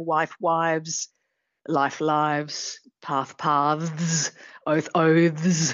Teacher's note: We routinely, it was a part of a pronunciation rule of Old English that they would turn into voiced things when they were flanked by voiced sounds like vowels · Term: fricatives